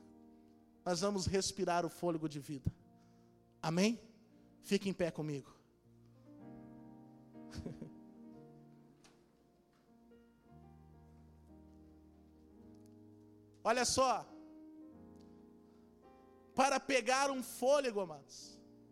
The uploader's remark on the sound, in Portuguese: Esta mensagem foi gravada ao vivo